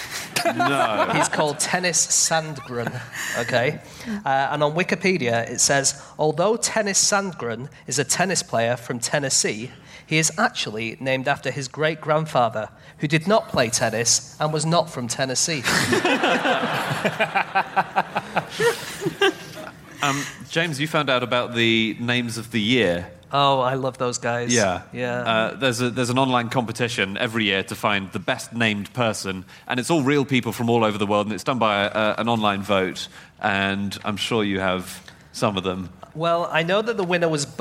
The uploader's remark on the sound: Live from the Cheltenham Literature Festival